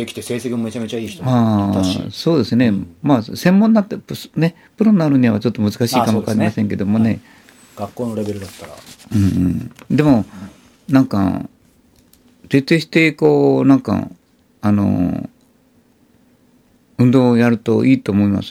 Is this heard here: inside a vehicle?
no